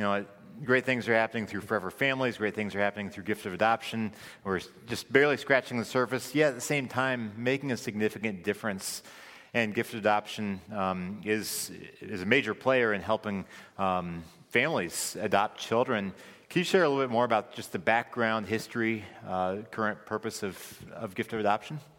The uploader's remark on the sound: This recording is from Friedens' "Orphan Sunday" service.